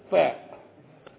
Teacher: الفاء كيف تنطق الفاء؟ من باطن الشفة السفلى فاء، بدليل لو مسكت دي كده برضو تنطق فاء، دي ملهاش داخل خالص.